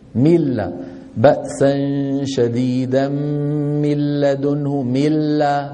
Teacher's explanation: طيب الآن الإدغام بغير غنة بالنسبة للنون من لدنه، طبعا لا يبقى من النون شيء، تتحول النون بجزئيها، جزءها اللساني وجزءها إيش الخيشومي، يتحولان إلى لام